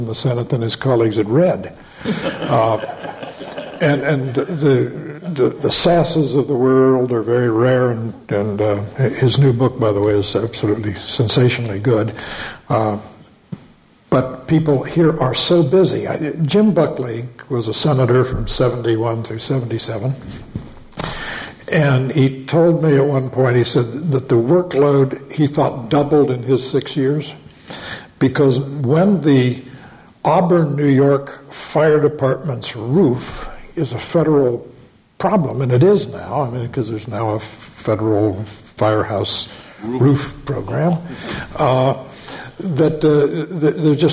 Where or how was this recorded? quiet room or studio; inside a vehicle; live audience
live audience